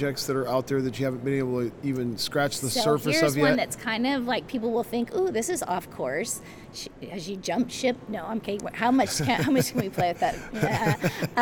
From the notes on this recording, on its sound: LIVE from CPE 2022!